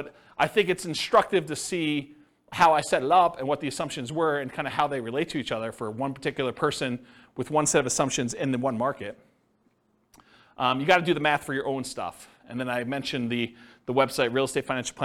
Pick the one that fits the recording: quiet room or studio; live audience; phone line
live audience